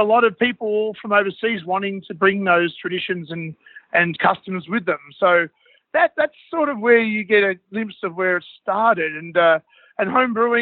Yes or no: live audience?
no